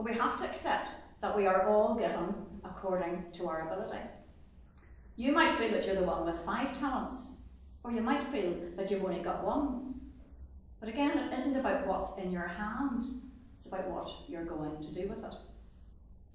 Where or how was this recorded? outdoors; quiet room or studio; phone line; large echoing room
large echoing room